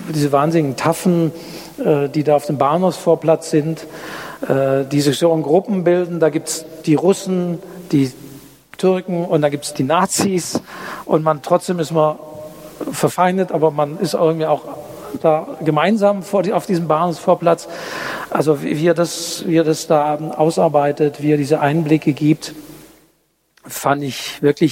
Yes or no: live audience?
yes